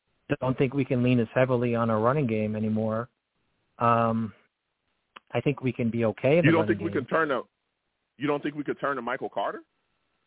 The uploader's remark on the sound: Live immediately after the Jets game against the Broncos, I sat down and discussed the game! The callers went crazy on this show and the takes were flying! I take live callers!